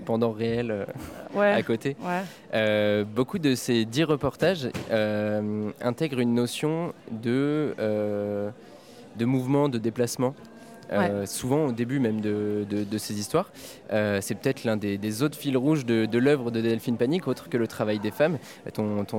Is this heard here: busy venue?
yes